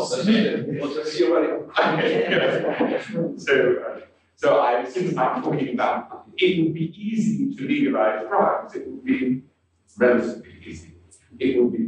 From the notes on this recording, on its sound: Original Youtube (low quality audio).